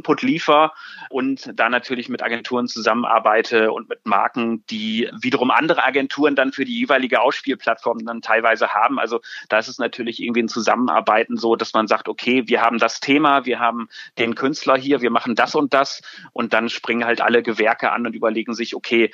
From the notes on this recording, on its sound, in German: Das wir unter voller sozialer Distanz per Telefonat aufzeichneten.